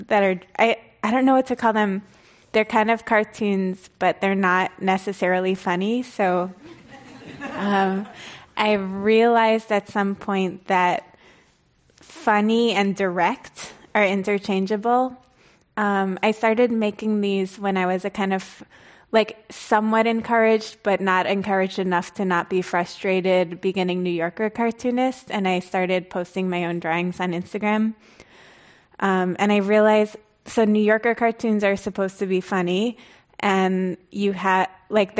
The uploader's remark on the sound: This program was recorded in front of a live audience at The Commonwealth Club of California in San Francisco on October 14th, 2019.